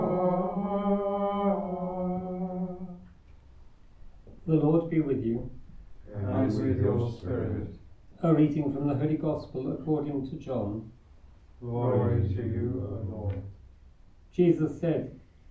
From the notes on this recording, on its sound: Recorded live at Southgate House on 1 July 2023.